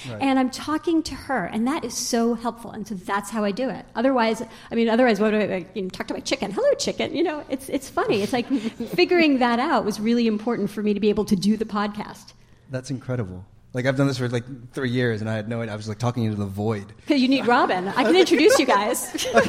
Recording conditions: live audience